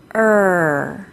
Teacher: The R sound happens at the back of our mouth with our tongue bunched up very near our back teeth. And, here's the really important part, the tip of our tongue cannot touch anything.